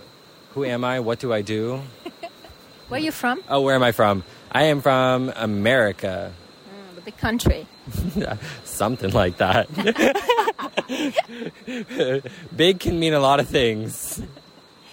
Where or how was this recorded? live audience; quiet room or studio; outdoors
outdoors